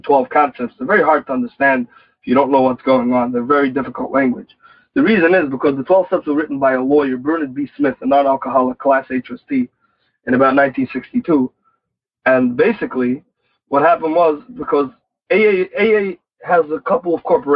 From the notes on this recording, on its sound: Noon Phone Speaker Meeting.